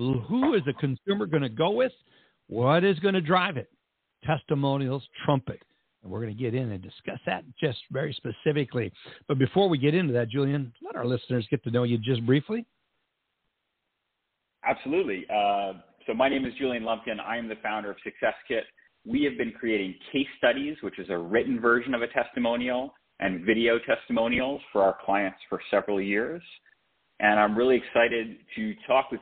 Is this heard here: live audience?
no